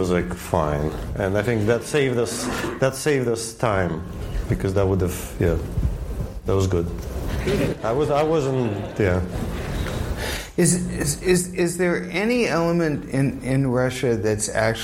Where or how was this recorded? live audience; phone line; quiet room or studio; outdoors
live audience